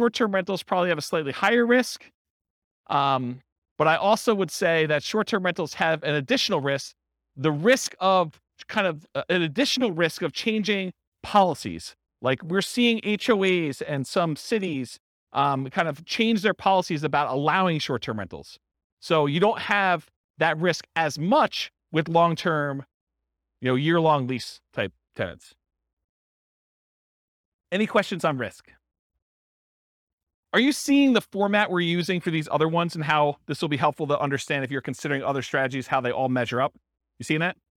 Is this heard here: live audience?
yes